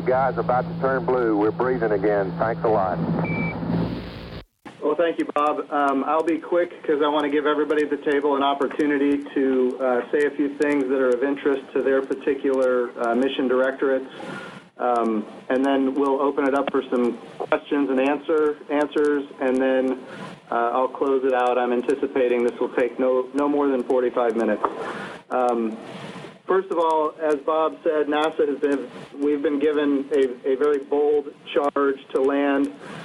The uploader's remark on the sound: NASA contacted the media on short notice late in the afternoon saying a teleconference was being scheduled for the early evening